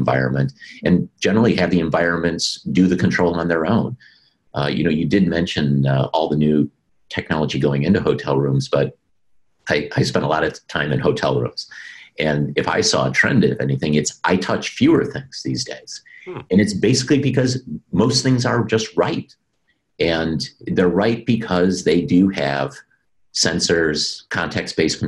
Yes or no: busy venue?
no